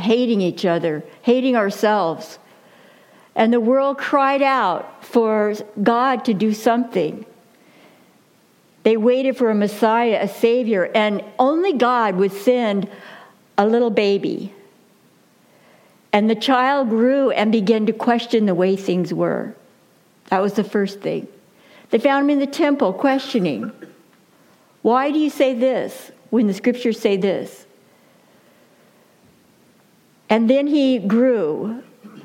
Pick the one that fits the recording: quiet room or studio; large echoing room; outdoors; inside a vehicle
large echoing room